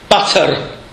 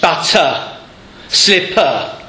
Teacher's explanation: you'll find that the R at the end of the word gets pronounced · Shown in: first take